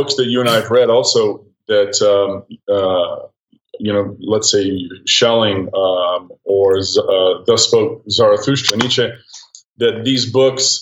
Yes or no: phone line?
no